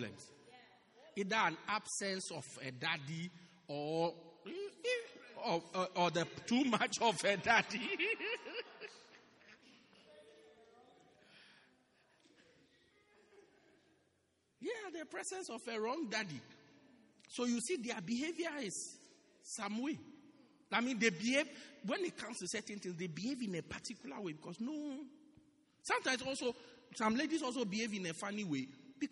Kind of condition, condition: setting, large echoing room